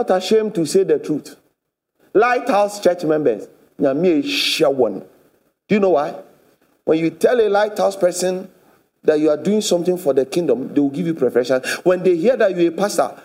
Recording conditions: large echoing room